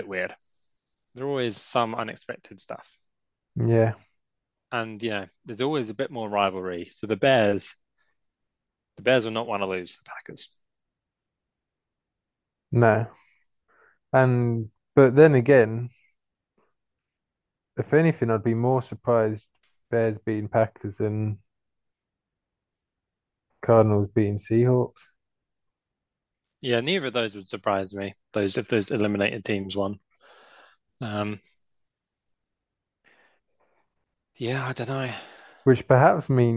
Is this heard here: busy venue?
no